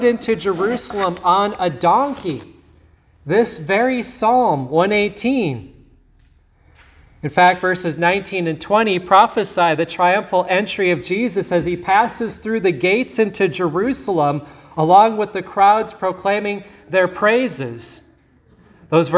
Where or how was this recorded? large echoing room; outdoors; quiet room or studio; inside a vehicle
large echoing room